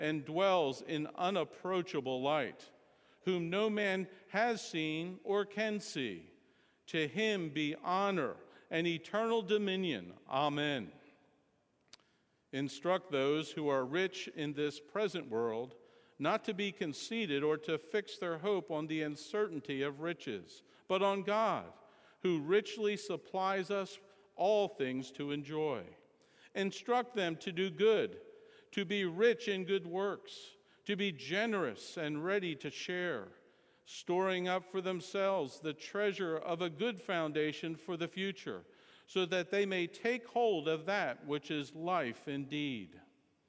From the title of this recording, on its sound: Sermon Audio From Sunday Morning 9.4.16